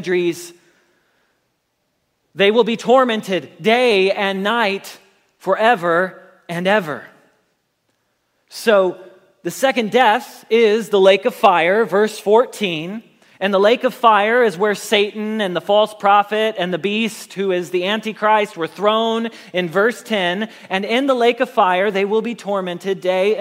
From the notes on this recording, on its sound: Message Preached at Valley Creek Church